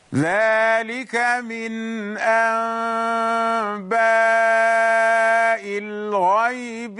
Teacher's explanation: When you hear the word أنباء، we have a noon. But when we read the word, we changed the noon سكون to ميم. غيرنا النون الساكنة المقابلة للباء إلى ميم.